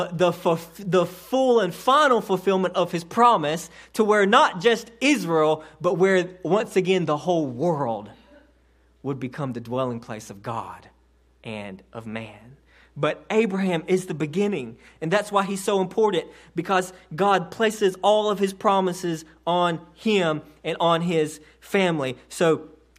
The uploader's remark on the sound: this sermon delivered to Cottondale Baptist Church in Eastman, GA on 9/23/18 during the 11am service